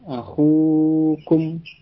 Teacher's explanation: jadi dibaca panjang karena wawunya sukun, sebelumnya dhammah ya, maka dibaca panjang akhukum